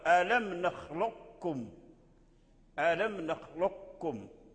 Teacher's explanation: فإذا أدغمنا القاف في الكاف إدغام كامل فنقرأ بدون صفة استعلاء والقلقلة